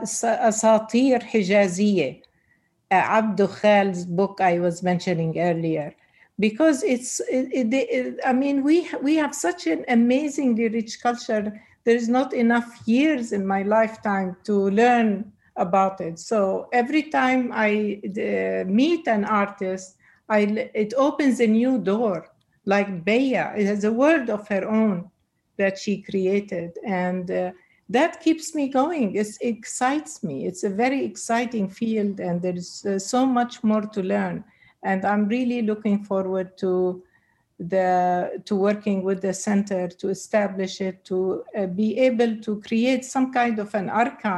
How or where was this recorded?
video call